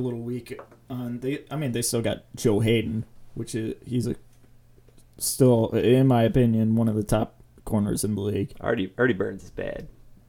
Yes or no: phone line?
no